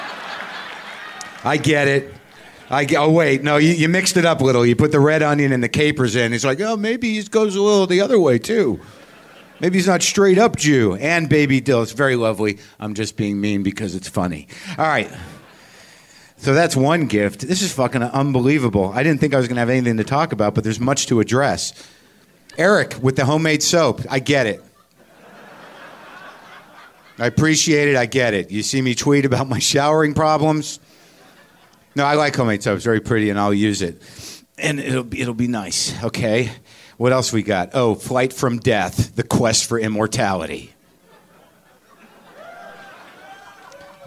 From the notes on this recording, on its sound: It's live WTF from the Vancouver Comedy Festival.